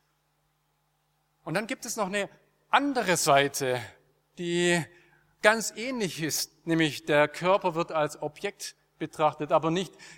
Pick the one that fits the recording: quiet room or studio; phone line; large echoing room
large echoing room